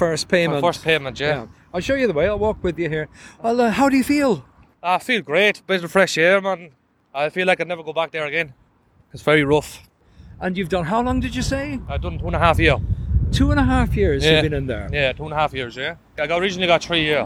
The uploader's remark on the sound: From outside Dochas (women's prison) at Mountjoy Dublin.